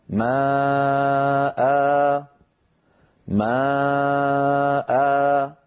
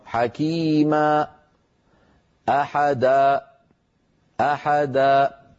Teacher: أريد أن أنبه على شيء، يعني هذه لما نقف على مد العوض علينا أن ننتبه ألا نختم صوتنا بقفل الوترين الصوتيين · Shown in: first take